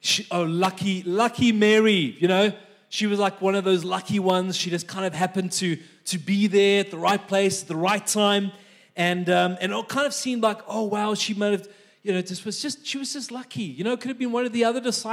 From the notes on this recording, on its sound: This message was recorded live at our Malmö Gathering on Sunday, March 26th, 2023.